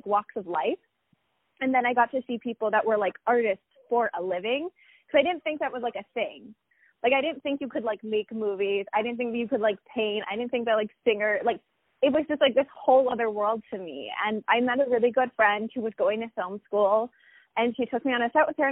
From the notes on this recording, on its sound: On the phone